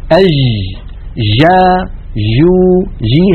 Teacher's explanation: هذه جيم رخوة، جيم هي ولكنها ليست الجيم الفصيحة المنقولة لنا في التلاوة القرآنية